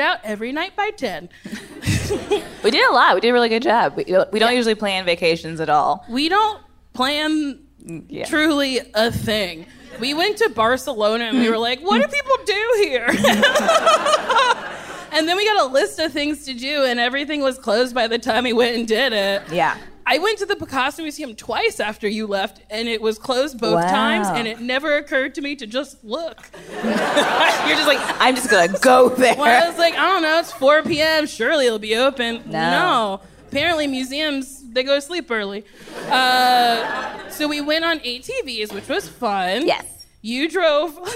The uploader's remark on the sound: Recorded live at the Largo at the Coronet.